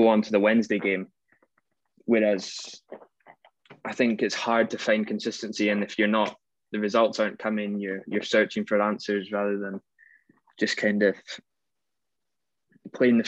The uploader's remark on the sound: We caught up over Zoom